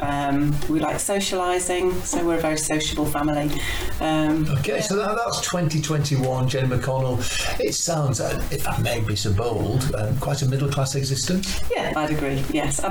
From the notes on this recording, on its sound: The sound quality isn't the best. It was the first time the podcast left Zoomland.